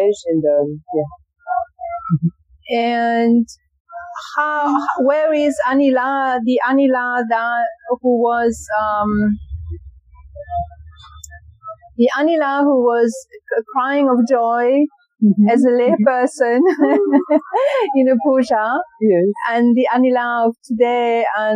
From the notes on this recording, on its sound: The conversation was recorded outdoors, on a busy roadside cafe of Bodhgaya.